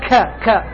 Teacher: هذه الكاف فيها صوت الخاء وفيها صوت هواء يخرج منها · Term: الكاف التركية